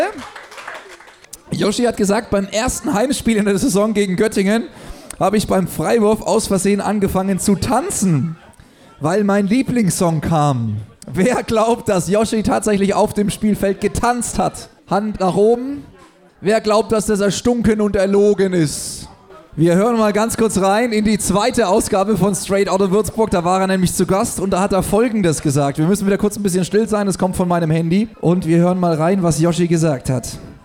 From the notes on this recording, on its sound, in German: LIVE aus dem Kullman's Grill & Diner am 22.10.2019!